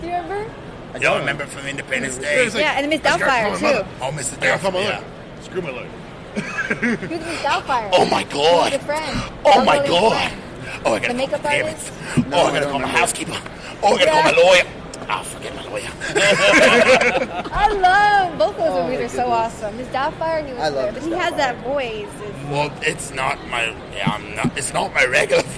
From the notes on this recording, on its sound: live at COMICPALOOZA from the con floor